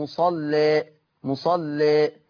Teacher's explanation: هيبقى ليا في لفظ مصلى التقليل مع ترقيق اللام